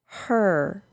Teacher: It goes straight from the H sound to the R sound.